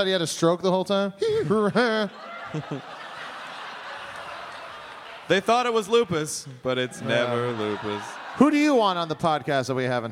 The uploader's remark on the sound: It's some hostful goodness live from Austin, Texas! Do a sing-a-long with the audience and take some quemments!